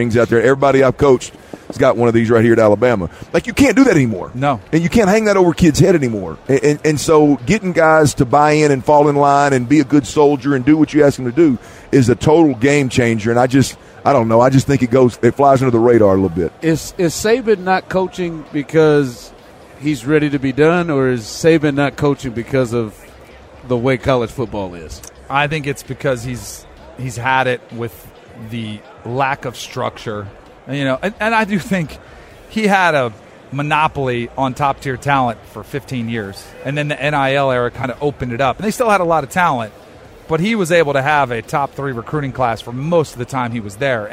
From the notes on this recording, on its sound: LIVE from radio row in Vegas!